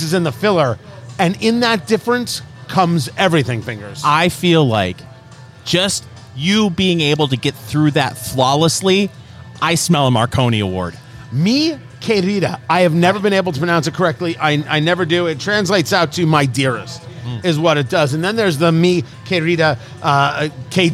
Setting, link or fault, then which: setting, busy venue